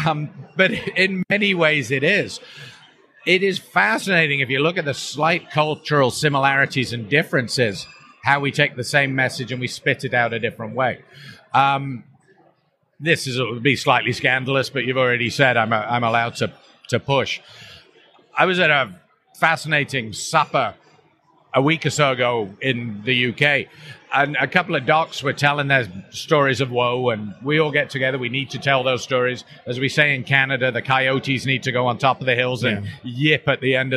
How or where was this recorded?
busy venue